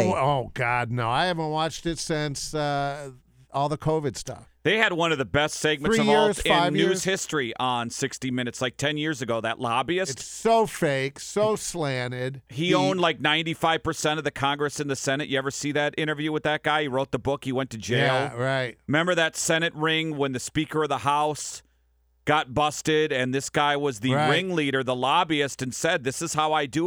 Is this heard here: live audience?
no